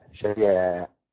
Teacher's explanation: وطبعا المنصوب له النقل والإدغام فقط، ويهان شيا وشيا، شيا بالنقل المحرك عن سكون التنقلي، نقل حركة الهمزة إلى الياء الساكنة